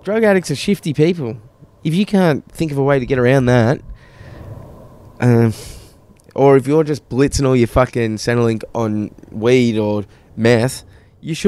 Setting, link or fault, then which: setting, outdoors